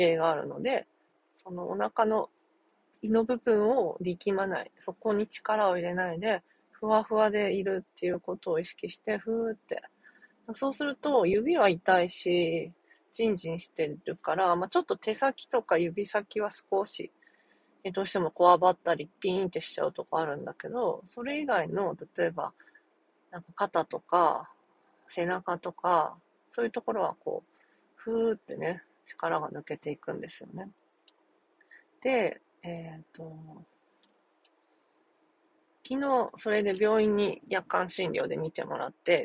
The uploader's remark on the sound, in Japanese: 運転中の独り言。翌日こうして無事に運転してます。